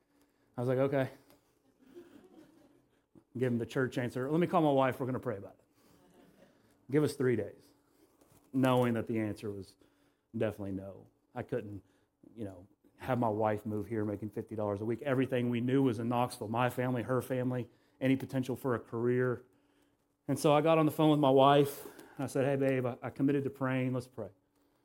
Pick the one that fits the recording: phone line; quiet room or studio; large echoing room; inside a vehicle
large echoing room